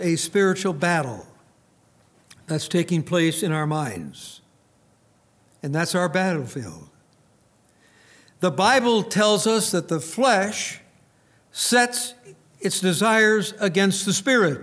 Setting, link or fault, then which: setting, large echoing room